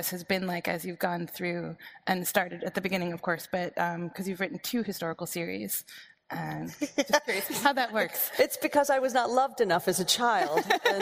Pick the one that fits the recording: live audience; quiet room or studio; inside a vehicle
live audience